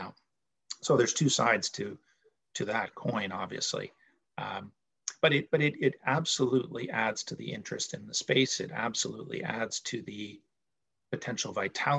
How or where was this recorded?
video call